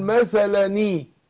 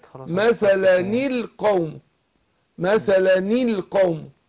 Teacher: فهنتخلص من ادخال ساكنين بكسر النون اللي هي نون التنوين